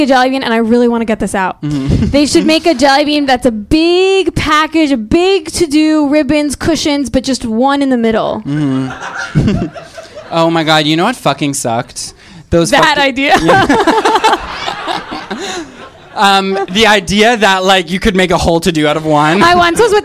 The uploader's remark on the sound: A recording from our always fabulous live show